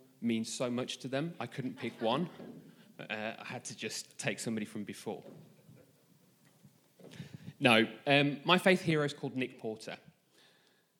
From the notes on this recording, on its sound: This message was recorded live at our Malmö Gathering on Sunday, July 9th, 2023.